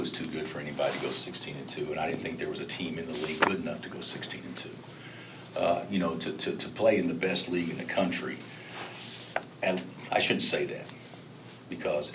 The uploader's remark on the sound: Press Conferences & Post-Game Interviews